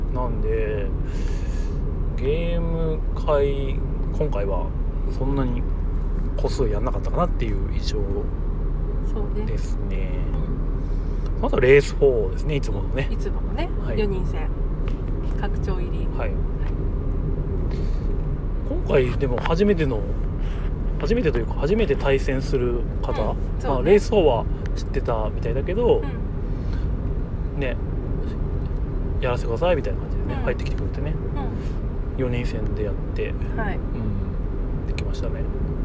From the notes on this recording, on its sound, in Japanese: 群馬県館林市の中部公民館で毎月第3日曜に行われてるオープンボードゲーム会、たぬきゲーム会に参加した帰りの車での感想収録です。